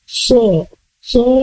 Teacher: So-nya tebal, ada huruf tebal di sini. Lidah pangkal dilekatkan ke atas. Ke langit-langit. So dua harokat kuat.